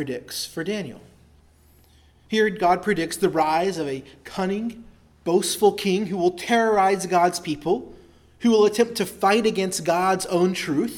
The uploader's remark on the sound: preached at Christ Our Savior Baptist Church